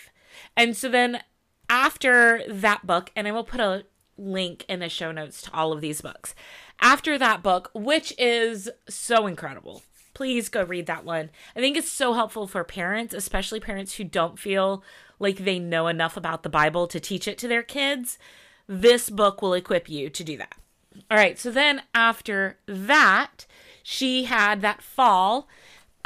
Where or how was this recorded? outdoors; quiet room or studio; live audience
quiet room or studio